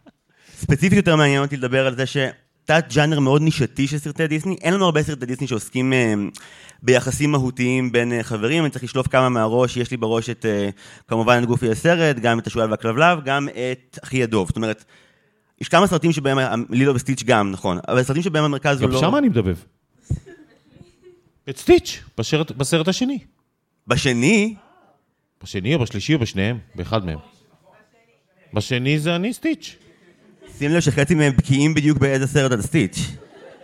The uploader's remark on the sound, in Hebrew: התכנסו במרכז הקהילתי פלורנטין 60 איש טובי-לבב לכבוד הקלטת הלייבקאסט החגיגי שלנו